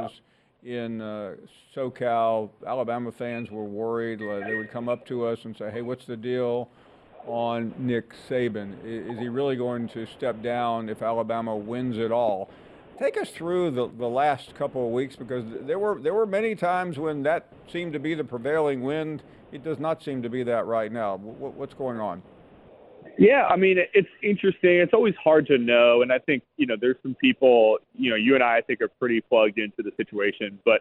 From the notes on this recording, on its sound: take more of your phone calls